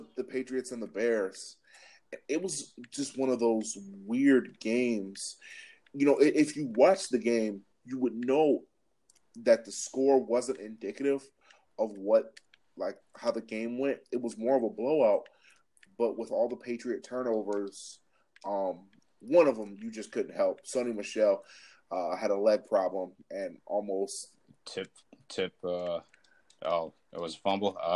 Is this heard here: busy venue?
no